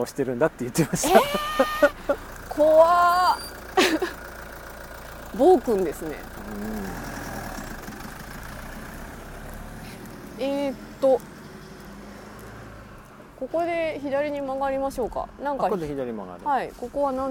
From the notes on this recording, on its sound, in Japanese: 谷根千。今回のことほぎラジオは2人でまちを歩きながら録りました。